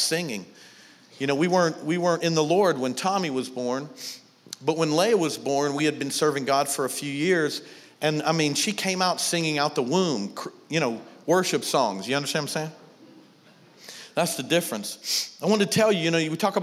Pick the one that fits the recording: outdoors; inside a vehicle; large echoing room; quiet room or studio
large echoing room